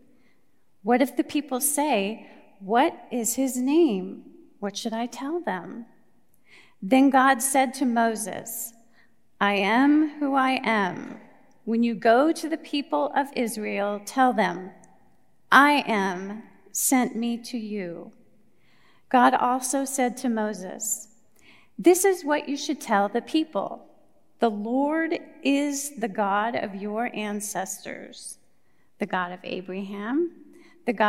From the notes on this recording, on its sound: Recorded live at Beatitudes Church in Phoenix, AZ